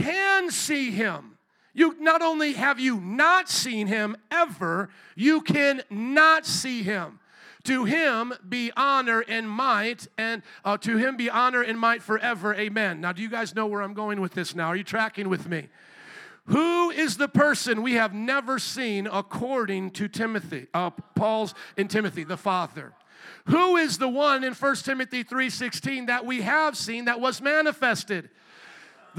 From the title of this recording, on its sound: Jesus Is God Conference, Sunday 9am Service